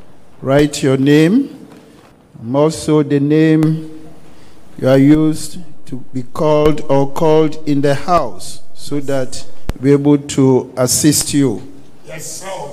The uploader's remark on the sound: live from Accra, Ghana